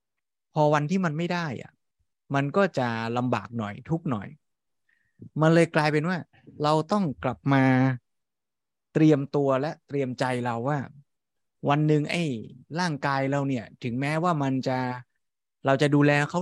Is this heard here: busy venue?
no